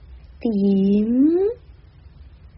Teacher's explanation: 结束音在嗯，闭上双唇，来一个前鼻音 · Term: 闭唇音